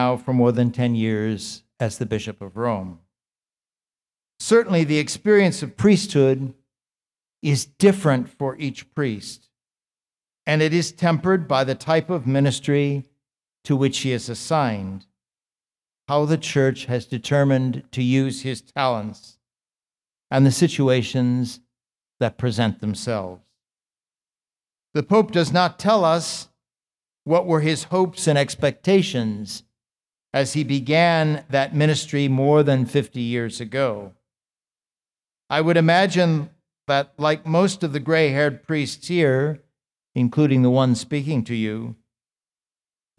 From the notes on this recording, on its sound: This lecture was given at the Catholic University of America on May 16, 2023. As part of the Thomistic Institute symposium titled "Toward a Fundamental Theology of the Priesthood."